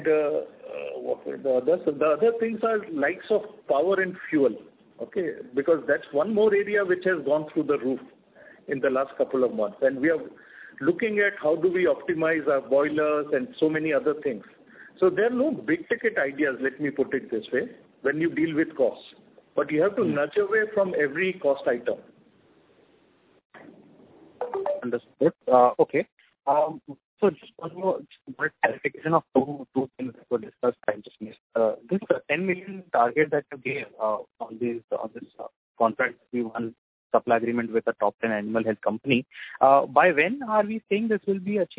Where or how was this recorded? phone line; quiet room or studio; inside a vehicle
phone line